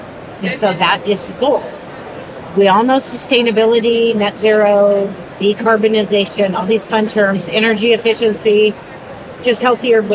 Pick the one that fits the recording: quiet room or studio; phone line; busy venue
busy venue